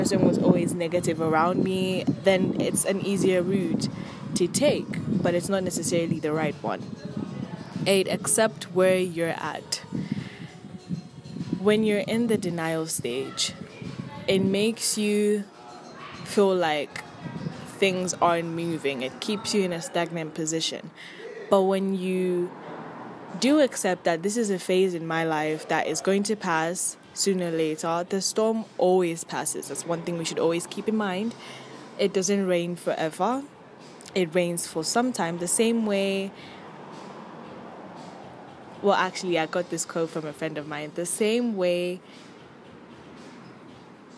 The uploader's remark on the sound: My sincere apologies for the noise and the wind wasn't on my side either lol.